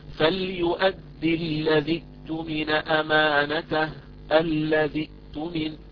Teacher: سقطت همزة الوصل وبقيت همزة القطع مجهورة مسموعة